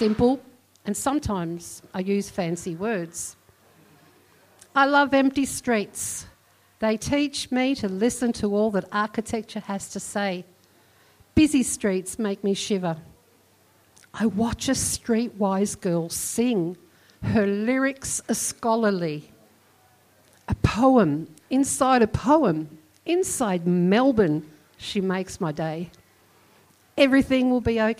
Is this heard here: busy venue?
yes